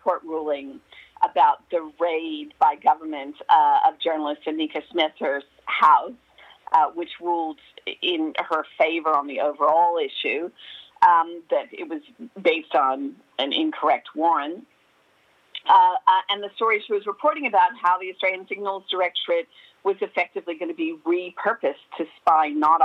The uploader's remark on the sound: phones